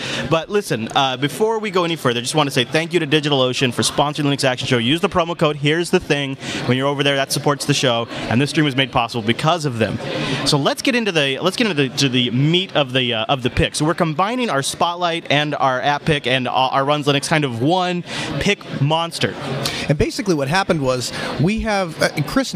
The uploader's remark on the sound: Our biggest live event yet, from the floor of LinuxFest Northwest 2016.